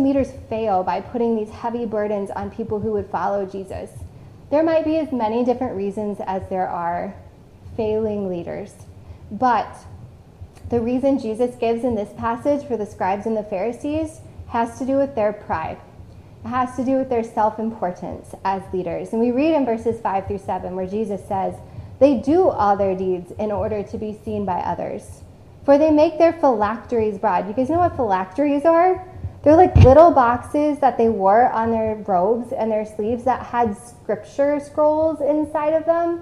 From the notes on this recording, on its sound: This message was originally preached on October 10, 2021, at CityChurch in Iowa City.